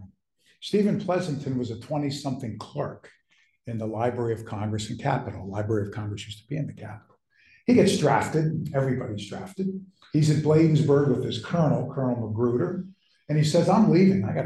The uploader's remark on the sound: In this lecture recorded September 10, 2023